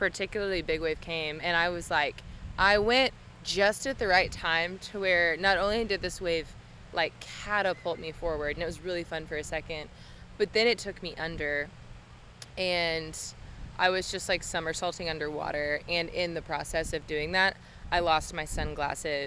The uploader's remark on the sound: Listen up to our FIRST ever internationally recorded episode. We're excited to share this seaside recorded episode. Please enjoy the sounds of the ocean and the wind.